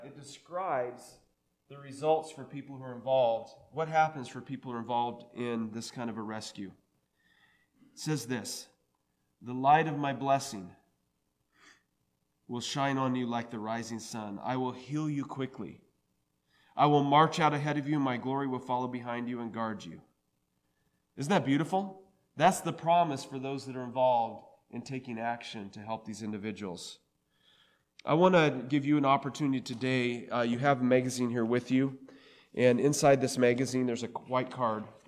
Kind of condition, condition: setting, large echoing room